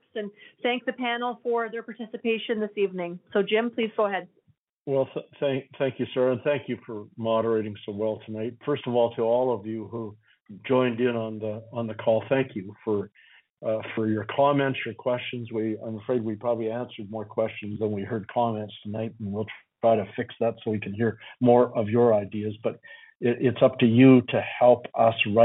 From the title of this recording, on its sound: Southern Alberta Telephone Town Hall